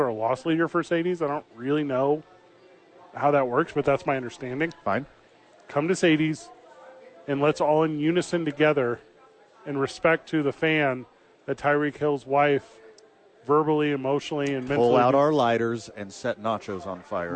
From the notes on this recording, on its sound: live at Sadies